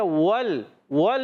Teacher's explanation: ول میں واؤ کو لام سے ملائیں مگر ہونٹ گول ہو جائیں گے. واؤ کی ادائیگی ہونٹوں کی گولائی سے، واؤ کو لام سے ملائیں گے، لام ساکن ہلائیں گے نہیں.